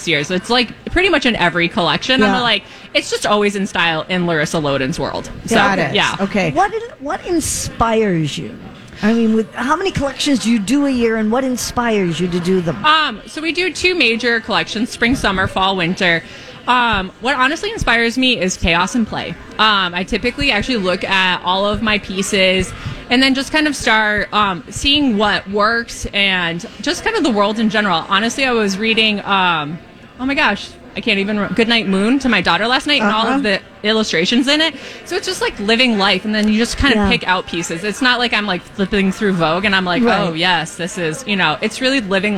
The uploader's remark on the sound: Live at the General Store of Minnetonka